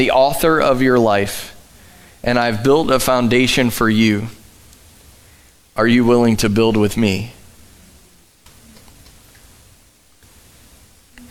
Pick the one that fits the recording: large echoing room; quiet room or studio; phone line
large echoing room